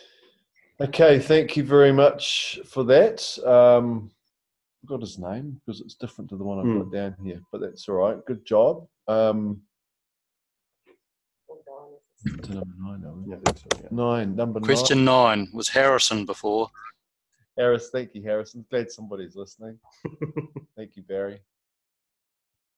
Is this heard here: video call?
yes